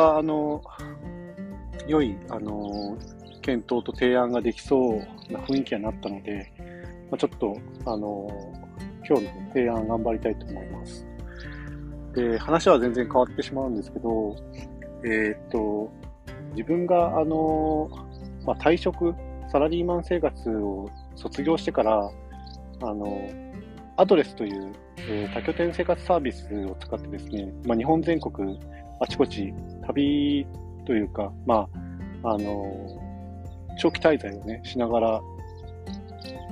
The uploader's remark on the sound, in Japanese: 朝の日光と小鳥のさえずりを聴きながらのひとり語り。徹夜ではないけど夜中に仕事を一つ仕上げてからのあさんぽ中に録音。まだ肌寒くて鼻すすり音が凄いです笑。